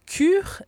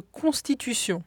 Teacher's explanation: Le premier est un palatal, bien articulé sur le sommet du palais. Et le second, vélaire